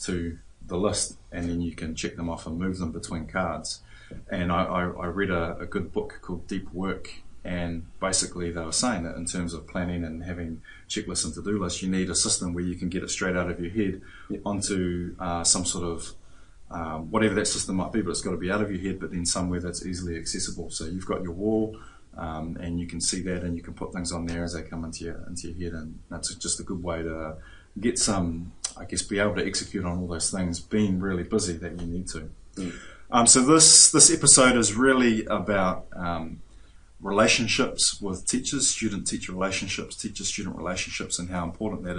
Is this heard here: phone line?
no